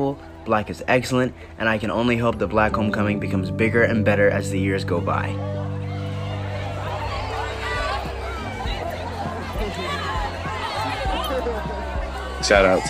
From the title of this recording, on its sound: Sounds From UT's Black Student Homecoming